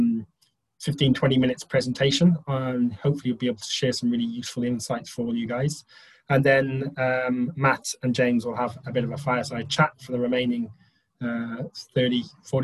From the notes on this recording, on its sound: TFN Webinar. An hour long webinar.